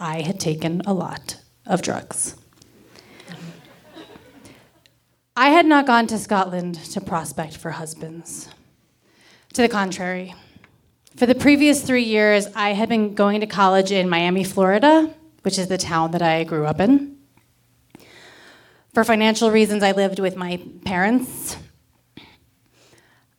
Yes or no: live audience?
yes